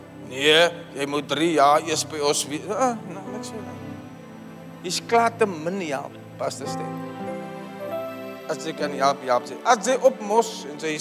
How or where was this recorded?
live audience